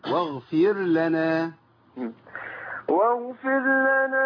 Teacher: خد بالك من حاجة. واغفر لنا، يبقى احنا ادغمنا الراء في اللام